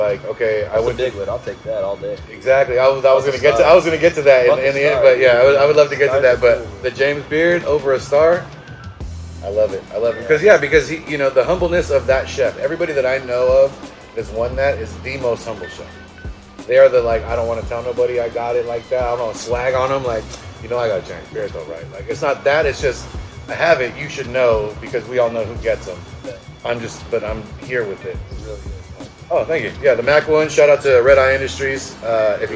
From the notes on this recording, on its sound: Live from the San Joaquin River. As he cooks up some Oyster Mushroom Tacos (Fresno River Tacos).